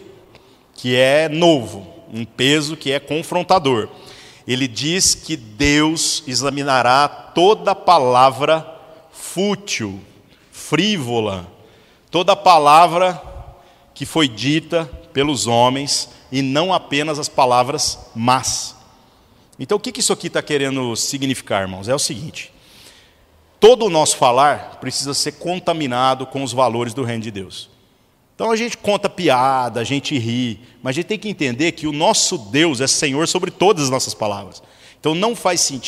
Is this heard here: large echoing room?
yes